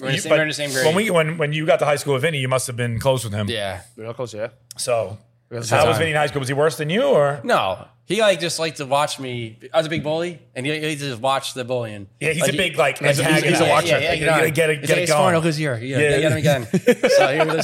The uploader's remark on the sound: bar "Archie Grand"